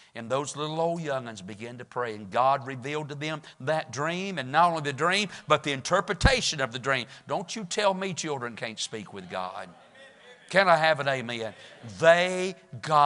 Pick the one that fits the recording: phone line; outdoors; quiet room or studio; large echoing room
large echoing room